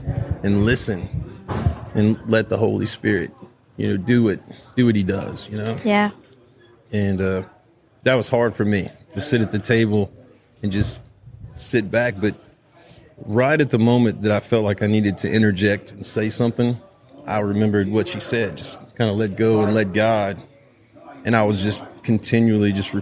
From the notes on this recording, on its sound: Live from Steubenville South.